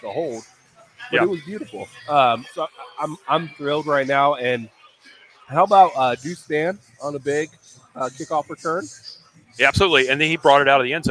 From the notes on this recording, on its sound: HALFTIME LIVE from Fishweir Brewing Company. In Jacksonville.